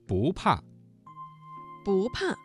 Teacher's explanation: 不怕这个词当中的不字在四声前要变成二声